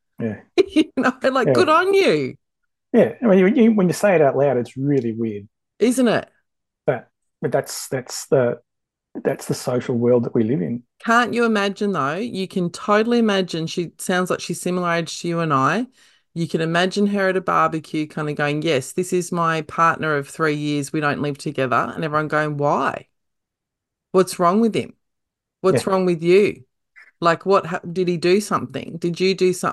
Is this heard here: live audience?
no